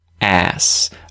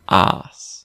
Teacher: Australians use the longer vowel, that R vowel, like saying the word car · Shown in: second take · and we say ass.